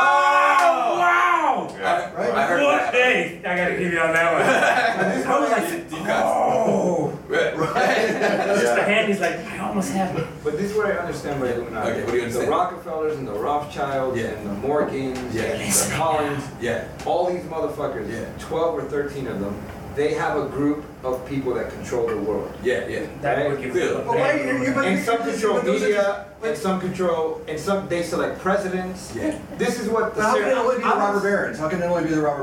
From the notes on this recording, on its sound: Live From Tokyo. A very lively live round table from 042 Union Kokubunji.